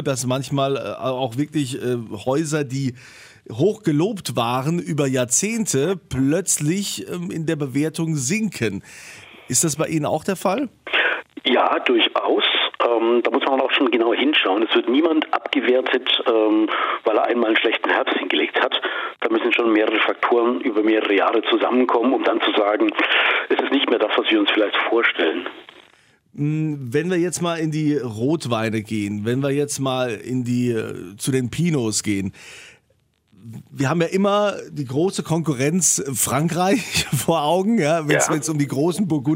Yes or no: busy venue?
no